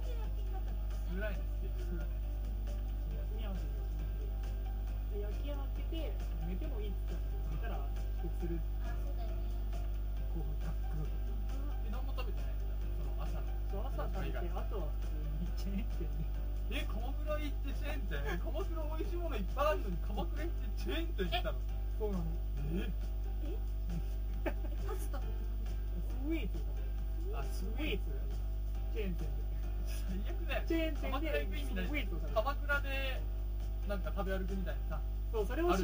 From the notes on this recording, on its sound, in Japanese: ノイズやらなんやら、クオリティが1回目より落ちてます。